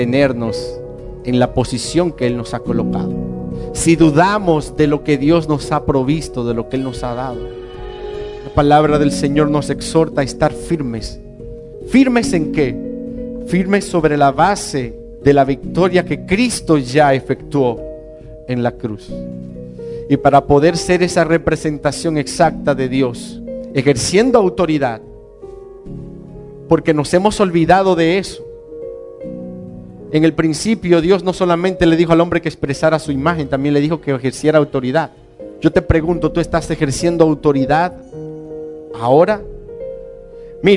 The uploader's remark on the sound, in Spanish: una enseñanza impartida en Casa de Vida